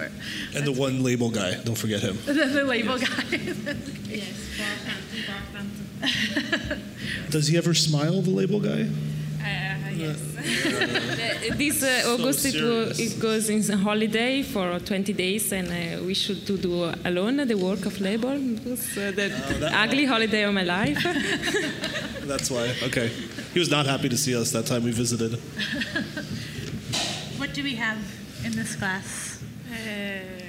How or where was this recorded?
busy venue